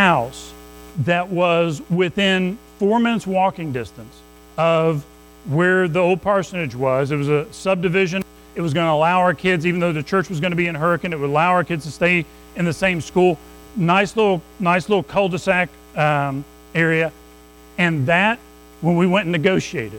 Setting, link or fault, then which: setting, large echoing room